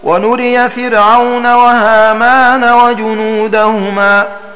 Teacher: بنون مضمومة وكسر الراء وفتح الياء بعدها كما لفظ به، ونصب الأسماء الثلاثة.